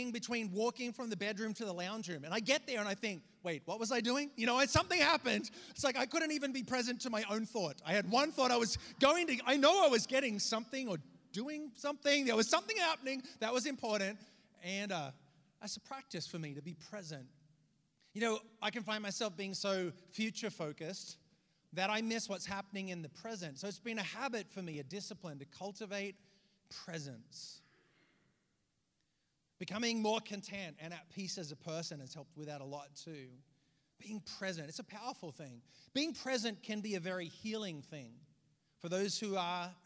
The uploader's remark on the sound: preached this message on December 24th at our Downtown communiy